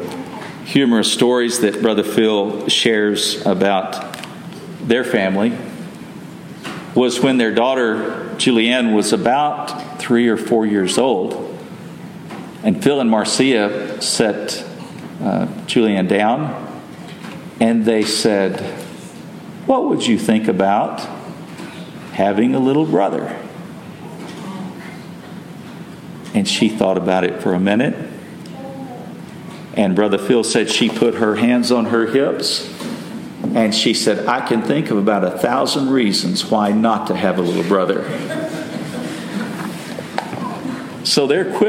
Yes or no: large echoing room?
yes